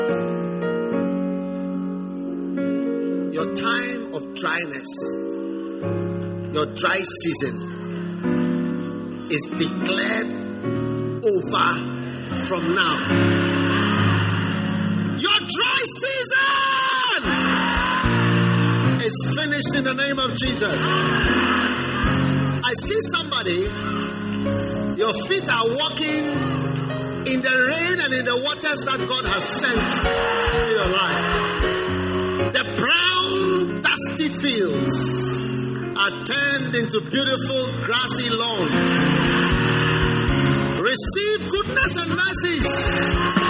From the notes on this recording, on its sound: Preached at the First Love Center.